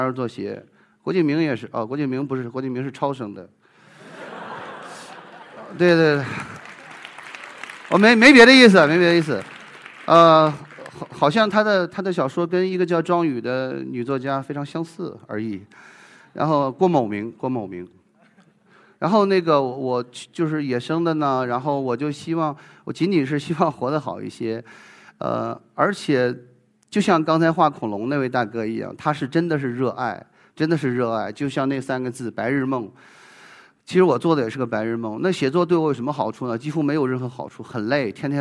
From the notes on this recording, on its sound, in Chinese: 一席现场